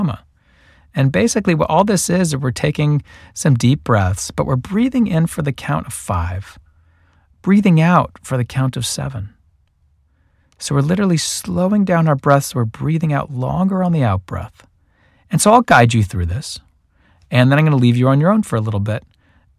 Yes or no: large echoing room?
no